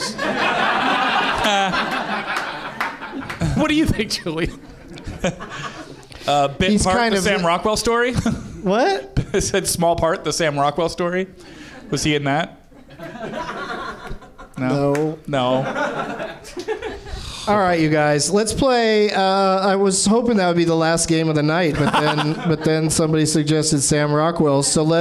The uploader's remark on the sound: Live from the NerdMelt Showroom in Los Angeles